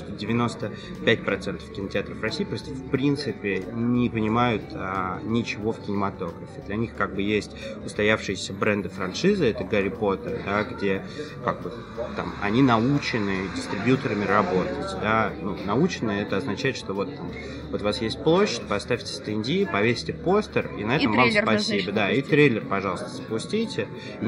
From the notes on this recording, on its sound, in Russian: записан на фестивале «Кинотавр».